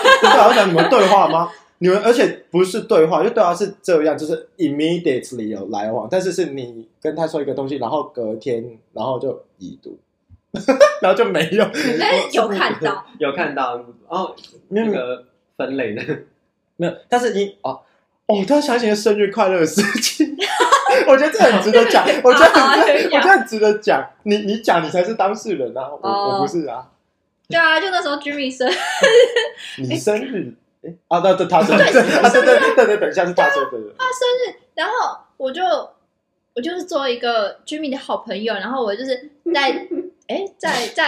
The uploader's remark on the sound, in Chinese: 頭一次跟朋友一起錄音，場面有夠失控。我們的笑聲可能會炸掉你的耳朵。